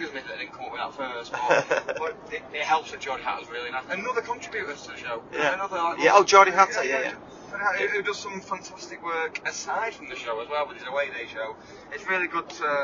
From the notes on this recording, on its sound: special episode recorded on the way to and from the 2022 Northwest Football Awards